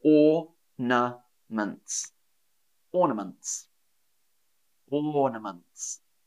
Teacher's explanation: So we do say, it's not like literature, we don't go ornaments, we do say ornaments. I don't say the R, so ornaments.